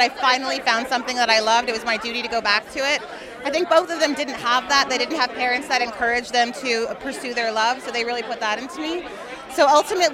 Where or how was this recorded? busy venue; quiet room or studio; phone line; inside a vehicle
busy venue